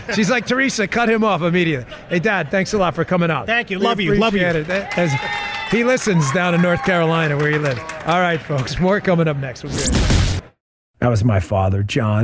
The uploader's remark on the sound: Live from the Patriot Awards in Hollywood Florida